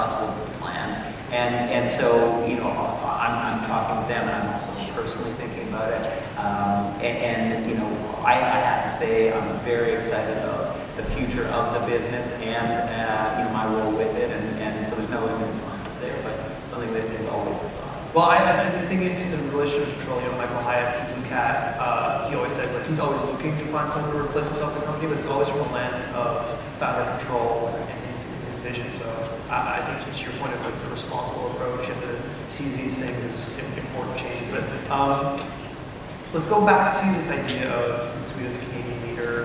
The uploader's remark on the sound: Live from the Toronto Elevate Tech Conference Stage